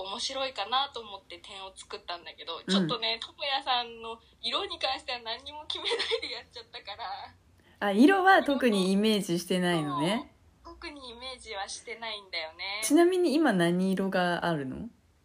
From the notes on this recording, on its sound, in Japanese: 長女と三女アナログで収録がんばりました。いつも録音やデータ保存をしてくれている次女がいないのでアナログな方法で収録。音質も音量もちょっと残念なことになってしまいました。なのでbgmもないシンプルな配信です。